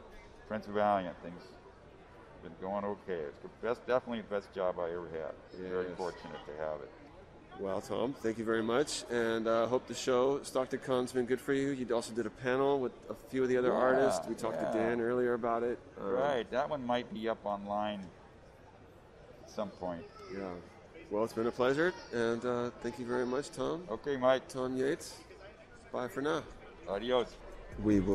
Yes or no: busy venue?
yes